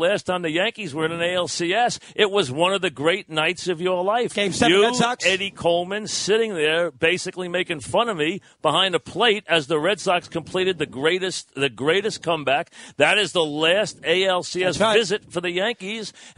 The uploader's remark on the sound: which was on location from the ALCS at Yankee Stadium